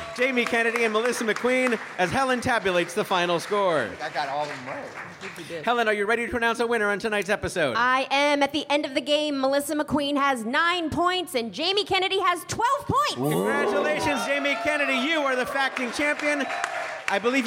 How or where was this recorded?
busy venue